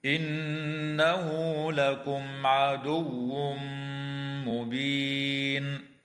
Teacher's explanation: ويدغم التنوين في الميم مع الغنة